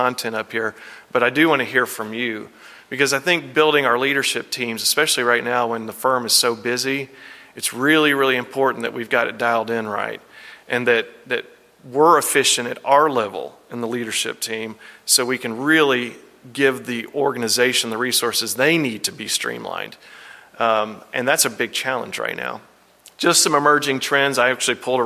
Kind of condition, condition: setting, live audience